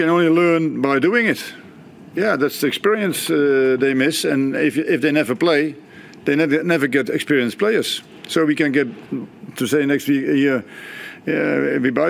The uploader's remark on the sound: Post-Match Press Conference. Hyundai A-League.